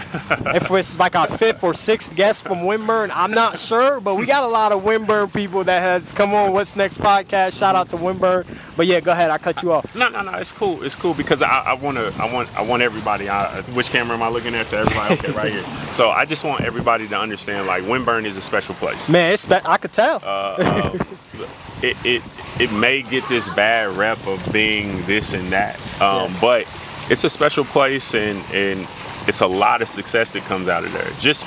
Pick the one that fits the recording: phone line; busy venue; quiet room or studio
busy venue